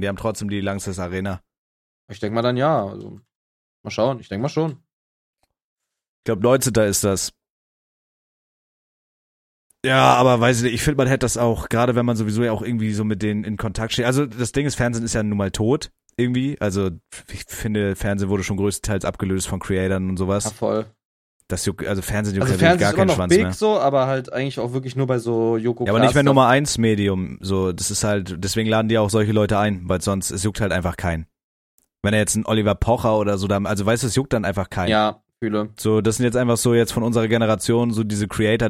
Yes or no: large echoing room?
no